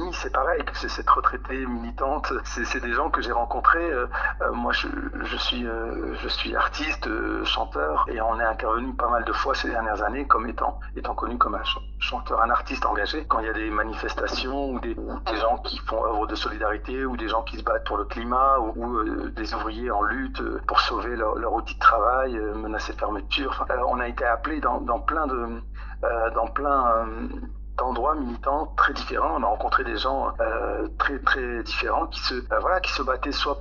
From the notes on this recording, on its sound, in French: Au téléphone pour La voix de la plume. Au téléphone pour La voix de la plume.